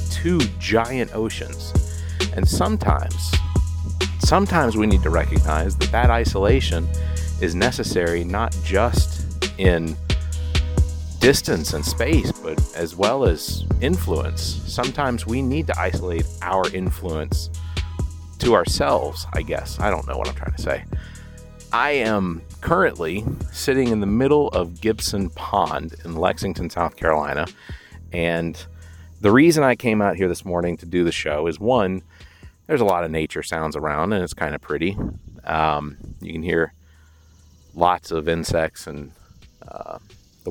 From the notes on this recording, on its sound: Sounds Studio, but instead recorded live from the middle of Gibson Pond in Lexington South Carolina.